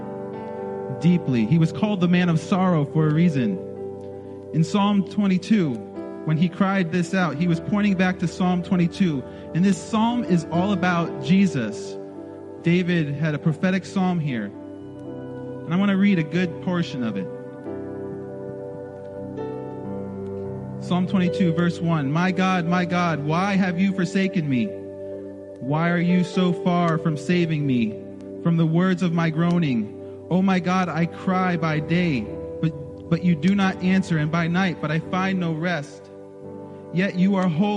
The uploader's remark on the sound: This recording is of the whole service.